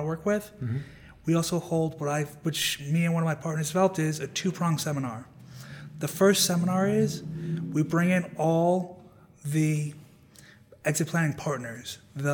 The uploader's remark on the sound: at the 2019 BEI National Conference